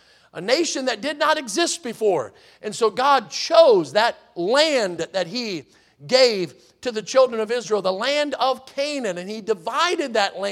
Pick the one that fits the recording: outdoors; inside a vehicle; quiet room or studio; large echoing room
large echoing room